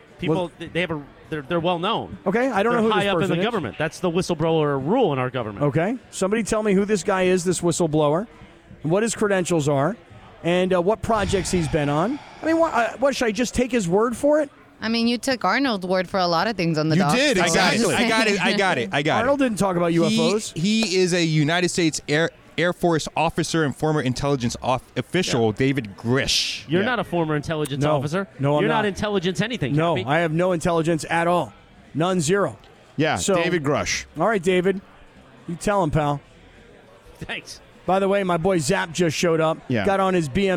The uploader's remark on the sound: joined the show live from Danny K's